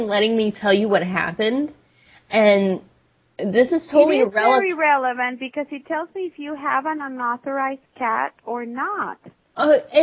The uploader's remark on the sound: "apartment ohemgee needs help" from archive.org was assembled into the "RBCP's Personal Prank Phone Calls Collection" podcast by Fourble.